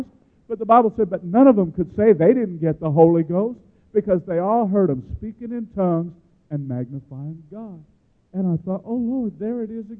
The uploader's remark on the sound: gives his testimony in Baton Rouge, LA at Life Tabernacle Church